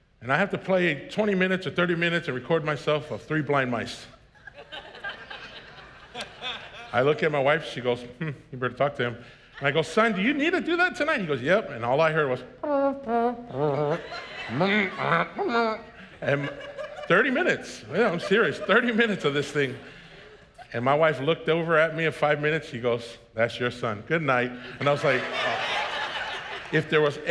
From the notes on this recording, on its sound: was preached on March 6th at the 10AM service